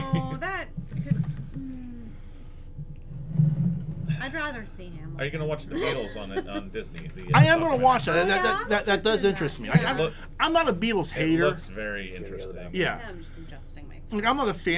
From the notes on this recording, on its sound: This week we we are recording at The Nerd Korner.